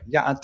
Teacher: the way you say hello in Navajo is yate, and you can hear that kind of elevated pitch. It's like yate, it's like high level.